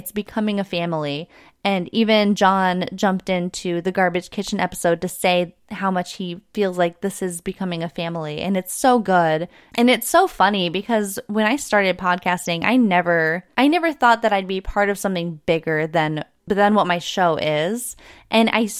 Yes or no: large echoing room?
no